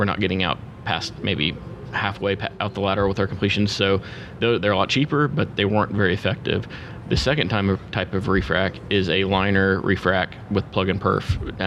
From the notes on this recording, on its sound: This was recorded at the 30 th Anniversary NAPE Summit.